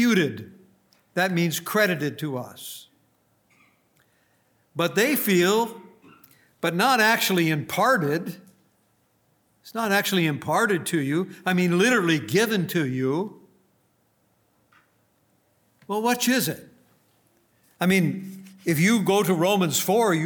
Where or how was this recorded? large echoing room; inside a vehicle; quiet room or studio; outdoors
large echoing room